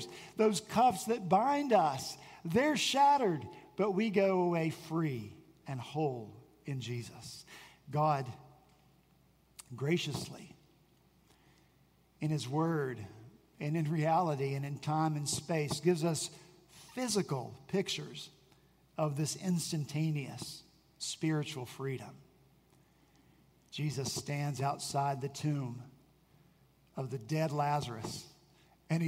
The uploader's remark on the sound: At Redeemer Presbyterian Church in Charleston, SC